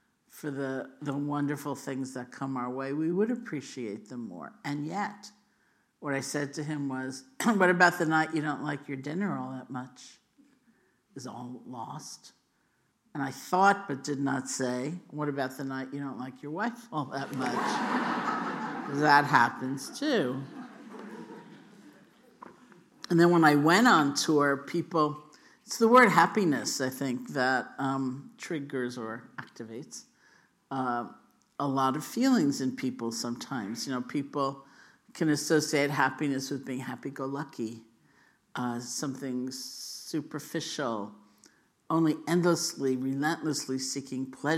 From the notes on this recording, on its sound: The Rubin Museum of Art presents a weekly meditation session led by a prominent meditation teacher from the New York area. This podcast is recorded in front of a live audience, and includes an opening talk, a 20-minute sitting session, and a closing discussion.